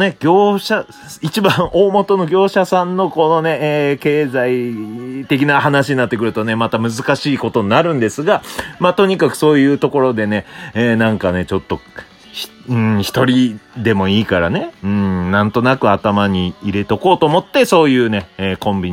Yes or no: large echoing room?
no